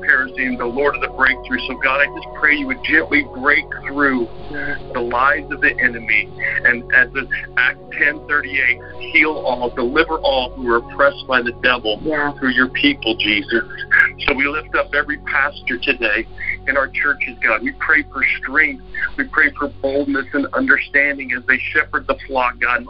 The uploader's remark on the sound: ZOOM. During the WEEKLY "Intercessors Arise!" Prayer. Conference call.